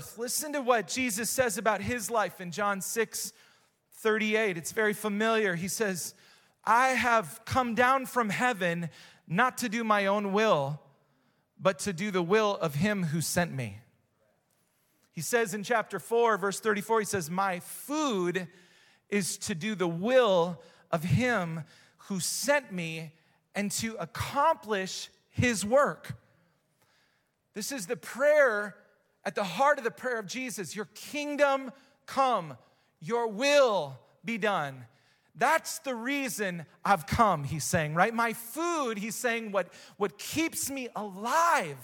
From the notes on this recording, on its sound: Recorded live at Hope Church in Springfield Mo.